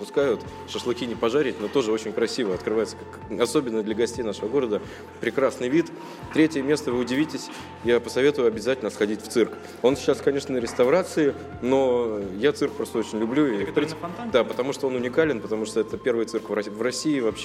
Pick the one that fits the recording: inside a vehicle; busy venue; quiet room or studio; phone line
busy venue